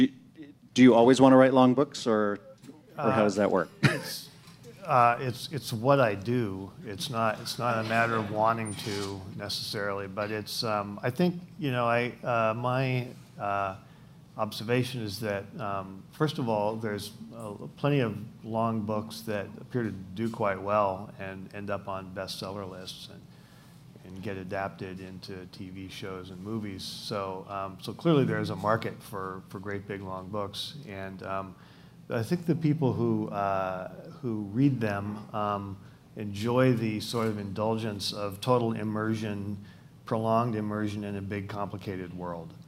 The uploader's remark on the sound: In a special daytime event. As part of The Long Now Foundation's “Conversations at The Interval” Salon Talks. These hour long talks are recorded live at The Interval, our bar, cafe, & museum in San Francisco.